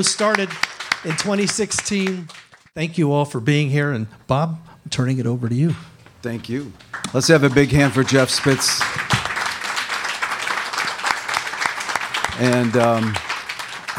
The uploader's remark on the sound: Recorded live at a very special event held in Chicago, at the UNCOMMON GROUND restaurant, that brings filmmakers together called THE DOC TALK SHOW.